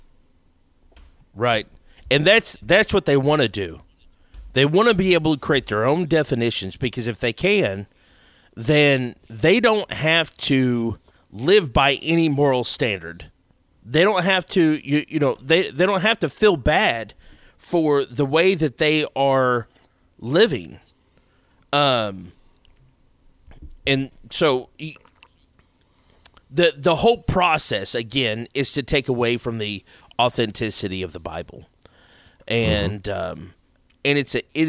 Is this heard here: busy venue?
no